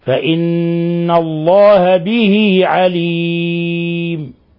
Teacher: أما حالة الوصل فإن الله به عليم، لا يجوز أن نقول به عليم، به عليم لا، هذه كسرة، نبالغ في الكسرة حتى تسكن ياء، وهذه مد صلة صغرى، هذا يسمى مد صلة صغرى.